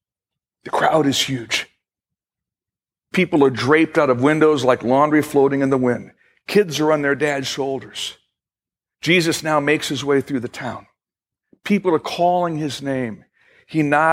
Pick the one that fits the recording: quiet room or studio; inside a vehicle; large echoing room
large echoing room